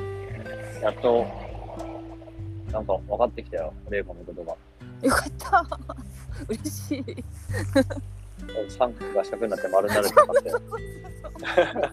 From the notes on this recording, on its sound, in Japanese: 2人で屋外収録